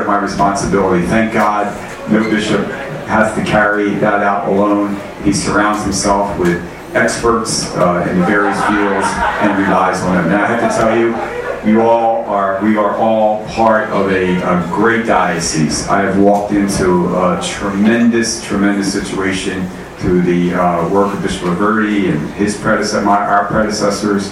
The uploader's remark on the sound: Arlington TOT is held on the second Monday of each month at O'Sullivan's Irish Pub located at 3207 Washington Blvd., in Arlington, VA, across from St. Charles Borromeo Catholic Church, a parish in our Diocese.